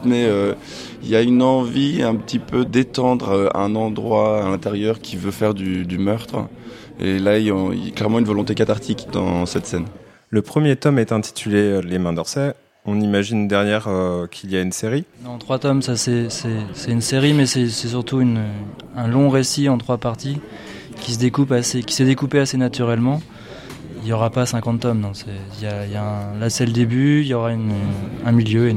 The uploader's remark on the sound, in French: elle a été faite en direct et en public le samedi 26 mars 2022 lors de la deuxième édition de FORMATS à AUGAN !